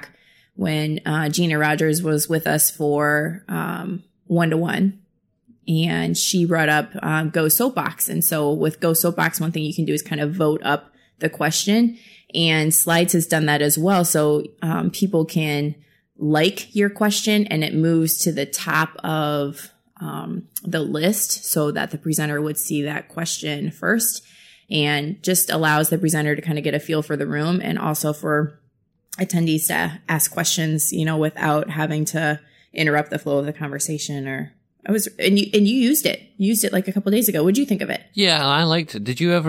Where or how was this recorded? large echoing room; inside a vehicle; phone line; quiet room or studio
quiet room or studio